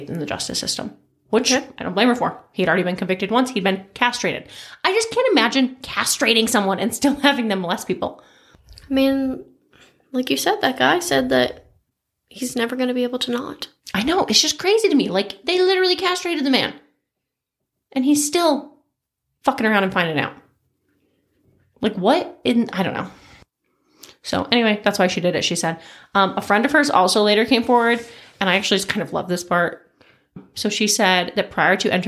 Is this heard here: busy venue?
no